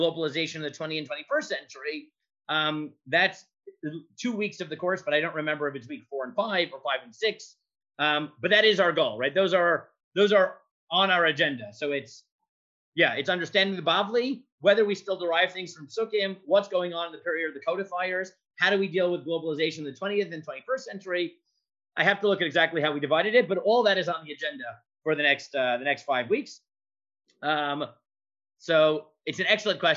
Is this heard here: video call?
yes